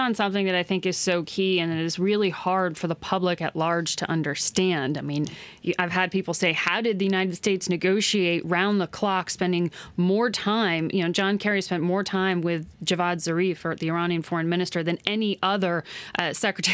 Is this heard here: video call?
no